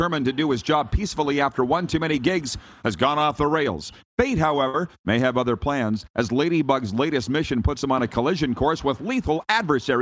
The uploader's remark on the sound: LIVE from inside Rogers Place in Edmonton, Alberta